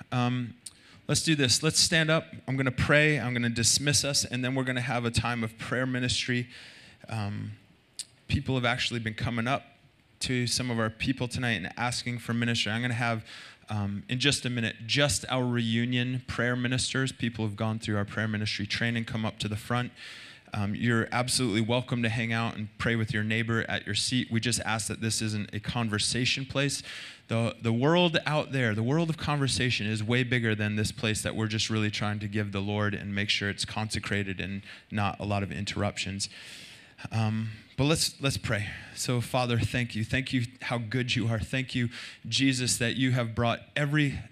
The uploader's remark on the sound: Recorded Sunday Night Service at Reunion Hawaii